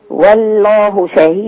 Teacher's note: لا ترقيق اللام في بدايتها. والله شهيد، لابد من تغليظ اللام